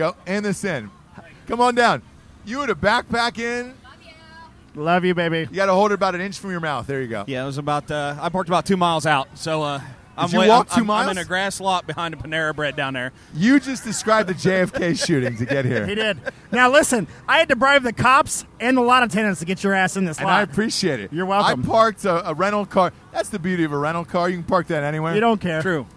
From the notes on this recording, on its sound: Live From The Ohio State University. We are live from the Ohio State/Penn State game getting trashed with the Drinkin' Bros Ohio group and one of the finest tailgates in the land.